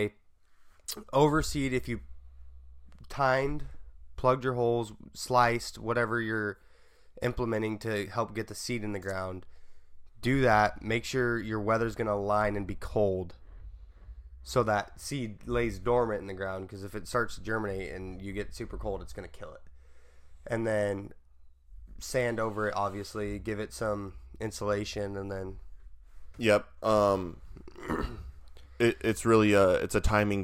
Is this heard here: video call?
no